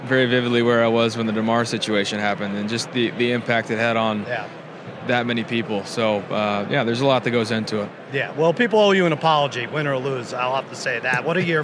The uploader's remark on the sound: Live From Radio Row